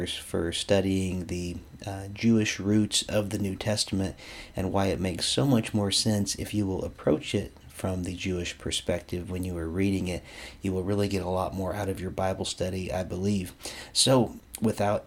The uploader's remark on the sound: This podcast was recorded on April 30, 7:30 PM at Temple Sholom in Springfield Ohio.